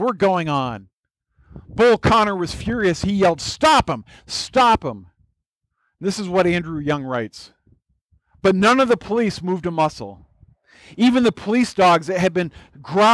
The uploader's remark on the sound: This was a special message at our church picnic (recorded outdoors). Note: The beginning of the message set up our communion time and did not get recorded.